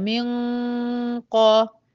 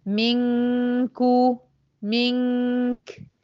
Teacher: يعني هنا مثلا في القاف، القاف مفخمة، يبقى الغنة هنا تبقى مفخمة · Shown in: first take